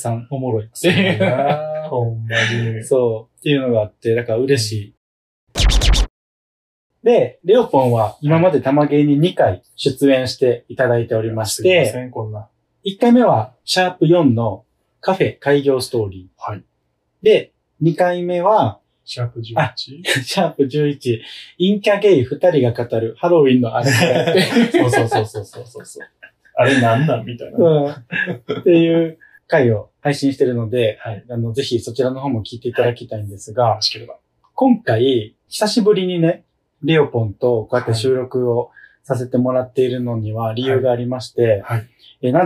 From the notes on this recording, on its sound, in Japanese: 音声がこもっており